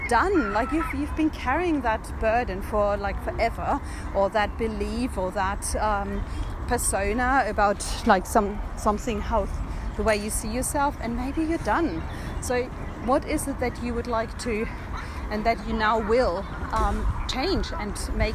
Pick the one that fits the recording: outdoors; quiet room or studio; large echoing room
outdoors